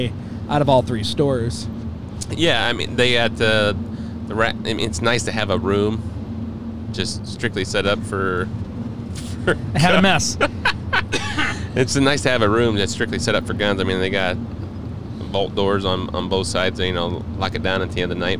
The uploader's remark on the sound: This episode we decided to do something different and did the show in the van coming back from Findlay East.